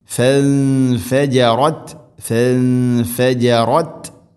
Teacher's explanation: ഫൻഫ ഇഖ്ഫാ ബിഗുന നൂനിനെ അവ്യക്തമാക്കി മണിക്കണം.